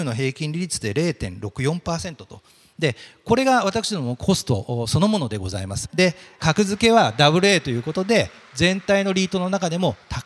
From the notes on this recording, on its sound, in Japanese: 東京証券取引所で開催した「J-REITファン2018」に登壇した。IRセミナーをダイジェスト版でお送りします。